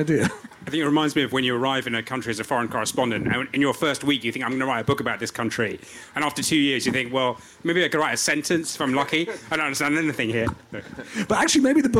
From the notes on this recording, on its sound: In this episode, recorded at Kite Festival on Sunday 11th June. Is joined on stage by Tortoise editors.